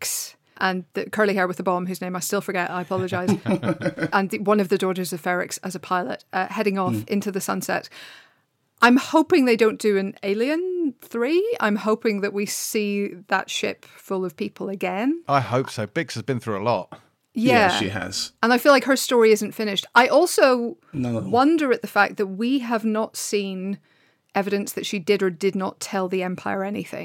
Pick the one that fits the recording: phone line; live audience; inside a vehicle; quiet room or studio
quiet room or studio